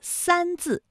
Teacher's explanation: 答案就是三字，它有前鼻韵母安